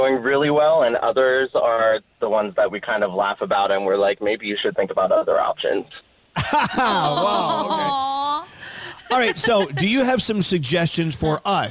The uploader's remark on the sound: listeners call